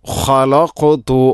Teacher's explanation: വമൻ ഖലഖ്തു, ഖലഖ്തു, ഖ തൊണ്ടയുടെ ഏറ്റവും മുകൾ ഭാഗം, ശേഷം ഖാഫ്. ഖാഫിന് സുക്കൂനാണ്, അതിനെ ഖൽഖല ചെയ്യണം. ഖലഖ് അത് ചെറുനാക്ക് ആണ് അതിൻ്റെ മഖ്റജ്.